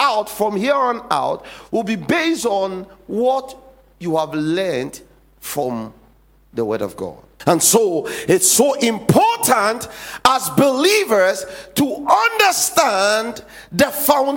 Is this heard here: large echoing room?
yes